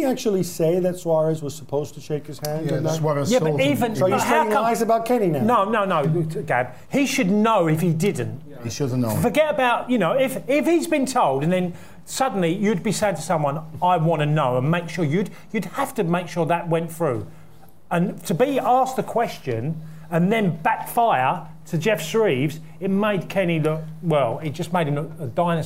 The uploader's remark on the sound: The Game Live - Euro 2012 Roadshow Q&A